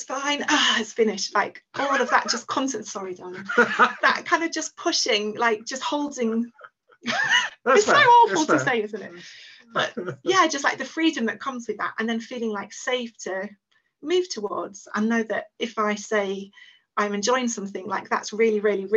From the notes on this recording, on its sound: On the final day of our latest Wanting It More round, I gathered all the wonderful husbands and wives together for a warm farewell Zoom call.